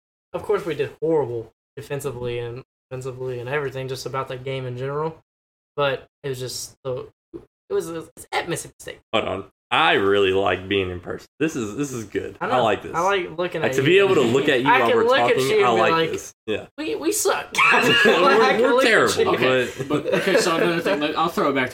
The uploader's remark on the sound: sorry for the choppy audio.